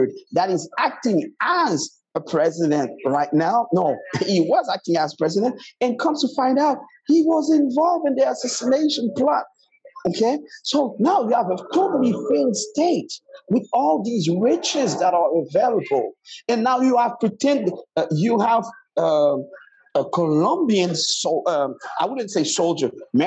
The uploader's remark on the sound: We had some audio issues on the show. We tried to do the best we could but the situation is what the situation is.